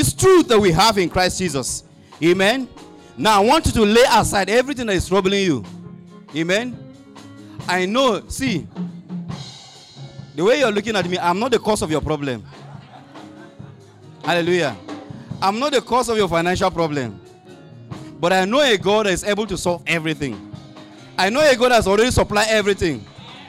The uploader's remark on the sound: Audio recording of the sermon.